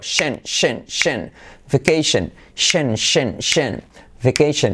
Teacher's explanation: No es diptongo, no es sion, sino shen, shen.